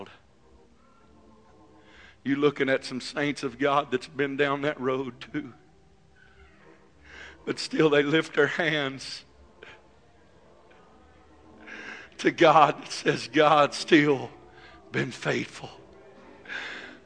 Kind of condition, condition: setting, large echoing room